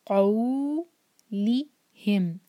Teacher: قاف heavy letter ہے تو ہم منہ بھر کر پڑھیں گے اور قاف کو حلق سے ادا کریں گے